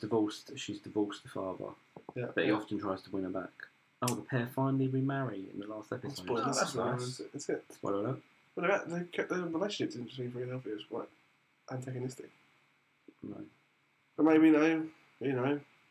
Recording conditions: poor sound quality